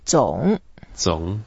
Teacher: 总 is a third tone, so we go down and then up